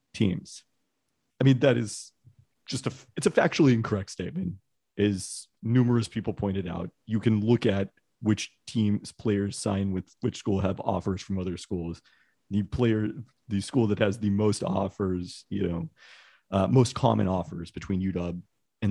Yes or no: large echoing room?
no